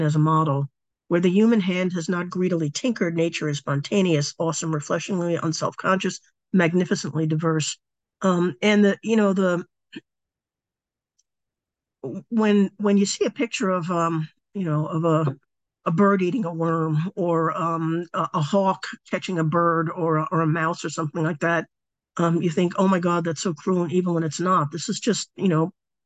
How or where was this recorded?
video call